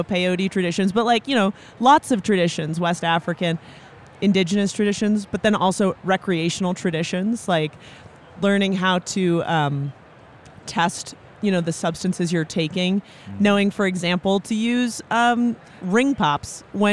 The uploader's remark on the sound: Live from Psychedelic Science. Our team interviewed eight speakers and exhibitors from the conference hailing from various walks of life.